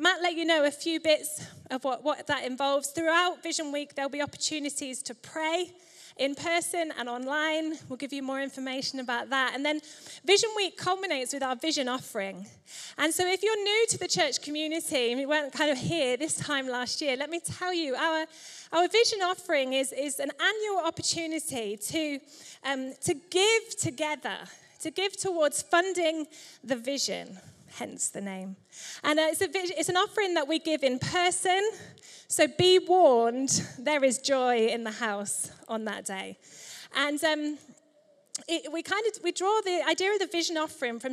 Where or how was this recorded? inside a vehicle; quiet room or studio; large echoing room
large echoing room